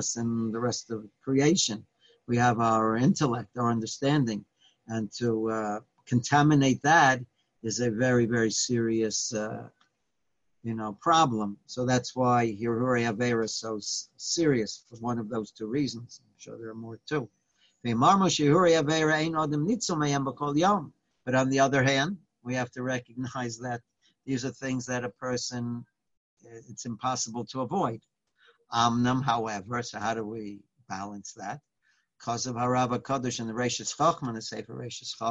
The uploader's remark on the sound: Live On Zoom.